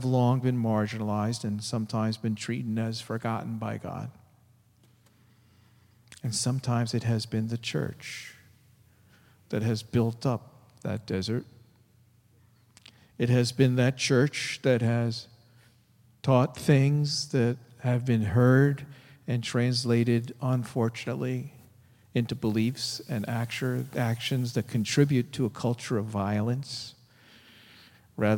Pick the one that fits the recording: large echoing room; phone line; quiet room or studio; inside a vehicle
large echoing room